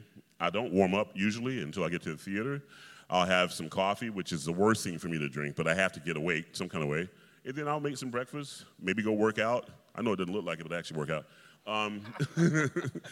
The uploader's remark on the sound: In this conversation, recorded immediately before the final dress rehearsal of Rigoletto in 2018. An audience of several hundred local students.